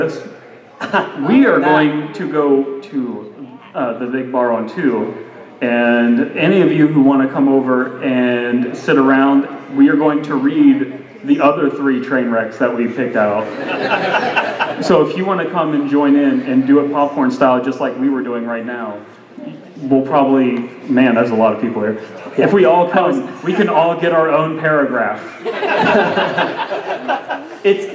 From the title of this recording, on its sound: Live at Ohayocon